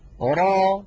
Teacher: را تتألف من راء مفتوحة بعدها ألف، وليس في آخرها همزة، ليس في آخرها همزة. · Term: مد طبيعي